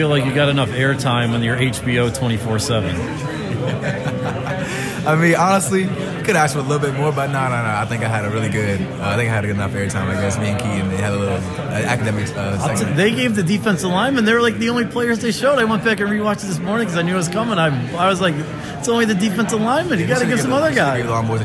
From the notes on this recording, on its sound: Went to Cotton Bowl Media Day and got a handful of interviews with Penn State and Memphis players.